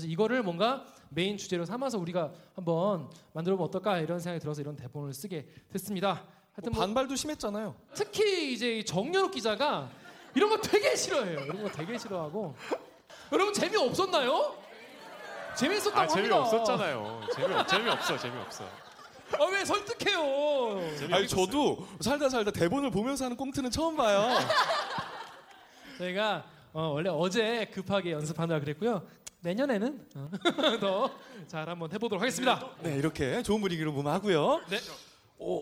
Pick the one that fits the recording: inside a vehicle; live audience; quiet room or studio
live audience